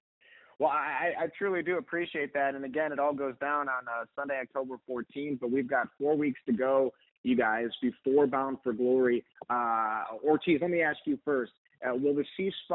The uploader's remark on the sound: Media Teleconference Interview